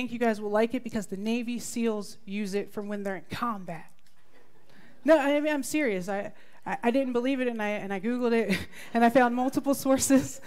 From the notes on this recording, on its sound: This talk was recorded live at the Center for Spiritual Living Prescott.